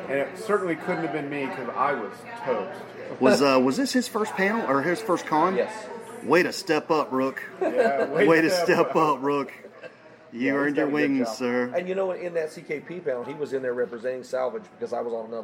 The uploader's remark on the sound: The guys check in from FantaSci 2021